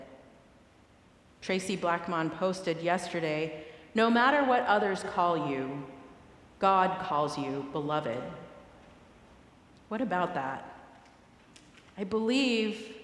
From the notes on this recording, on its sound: recorded live at the 10:00am service